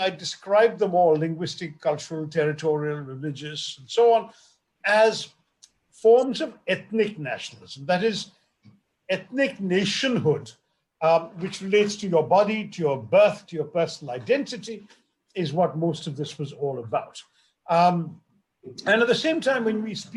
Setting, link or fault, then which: link, video call